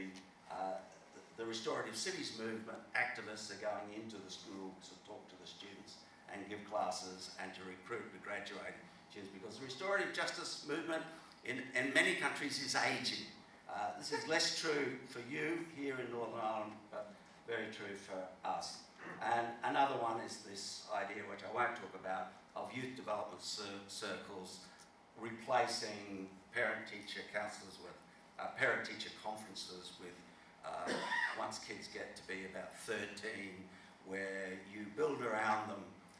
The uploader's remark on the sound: at the Restorative Practice Forum NI International Conference that took place in Belfast in 2019